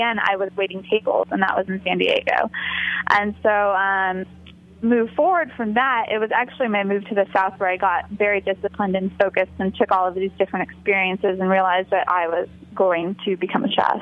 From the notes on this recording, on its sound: joined via phone